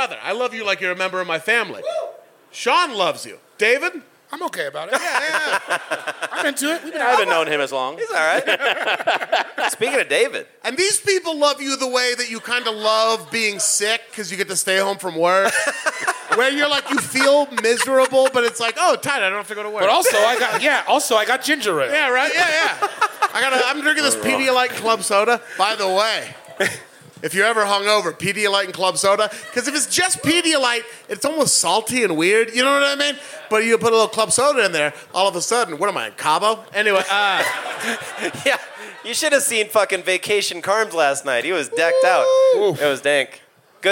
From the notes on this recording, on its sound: Live at High Plains Comedy Festival in Denver. Live at High Plains Comedy Festival in Denver.